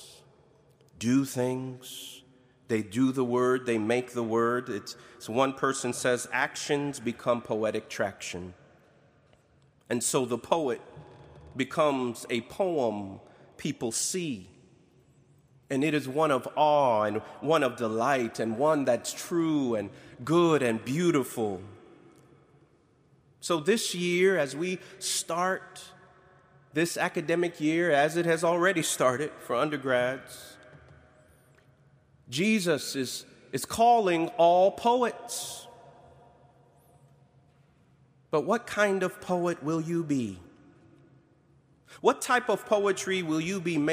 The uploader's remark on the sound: Preached on August 29, 2021, at Duke University Chapel.